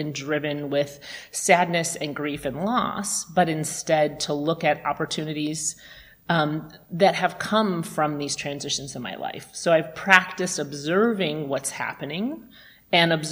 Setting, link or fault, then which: setting, large echoing room